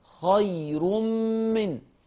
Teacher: التنوين ورا منه ميم مشدده، لا يتلفظ بالتنوين، يتلفظ بالحرف المشدد · Term: الميم المشدده